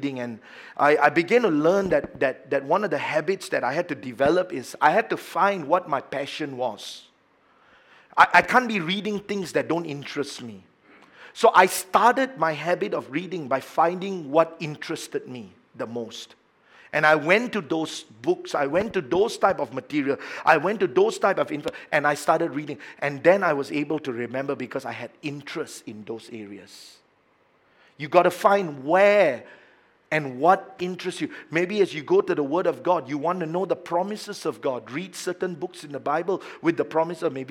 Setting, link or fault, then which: setting, large echoing room